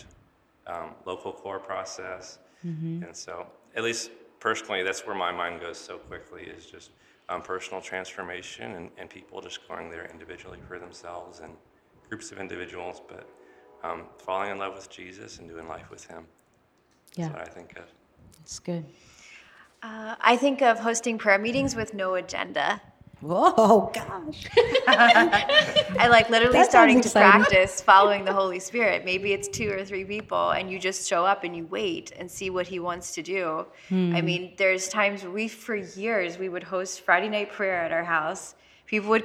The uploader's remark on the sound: Live Studio Audience! At Metro Division Young Adult Retreat. We sat down with the attendees of Metropolitan Division's Young Adult Retreat.